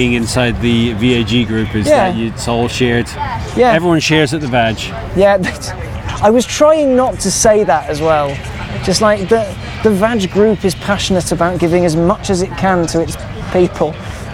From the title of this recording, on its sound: Live from the Goodwood Festival of Speed